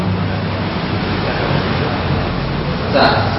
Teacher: Ta itu makhrajnya dari ujung lidah. Ujung lidah bertemu dengan pangkal gigi seri atas. · Term: huruf Ta